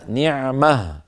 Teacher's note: نعمة منونة مرفوعة يوقف عليها نعمة، فلا روم ولا إشمام فيها لأن التاء المربوطة التي آخرها ضمة وتنوين رفع انقلبت إلى هاء ساكنة حالة الوقف